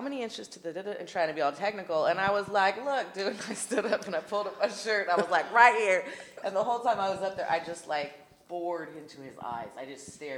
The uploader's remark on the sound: in a discussion at Town Hall Seattle on May 18